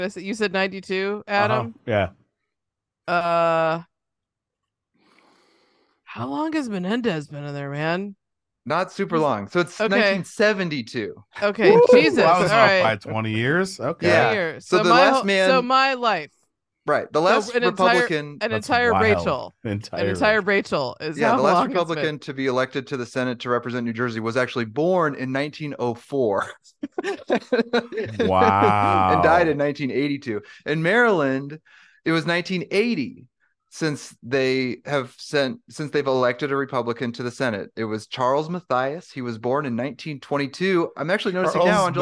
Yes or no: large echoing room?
no